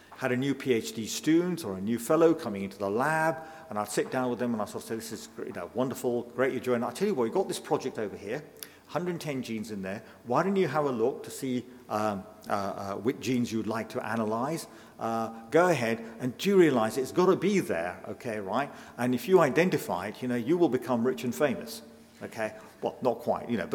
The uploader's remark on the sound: delivers a lecture in the 21st Century Medicine series of public lectures